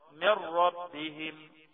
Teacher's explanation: لازم ندغم ادغام كامل من غير غنة اللي هو ايه النون الساكن لما يجي وراها الراء من ربهم